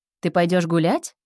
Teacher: Тон растет на последнем слове.